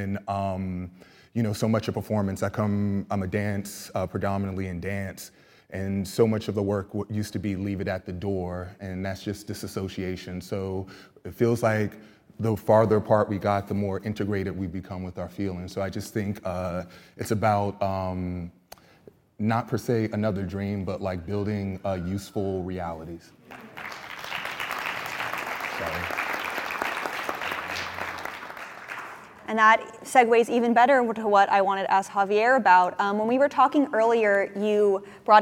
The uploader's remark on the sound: This special bonus episode is a live recording from the APAP|NYC+ 2023 conference in New York City. Arts workers from across the country came together for a panel.